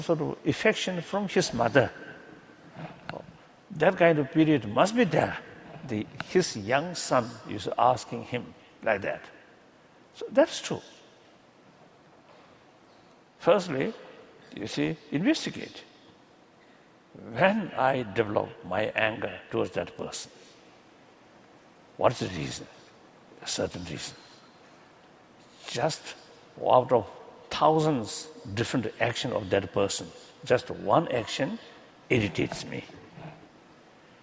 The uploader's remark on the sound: A lecture he gave at the University of San Diego as part of the Compassion Without Borders series in April, 2012.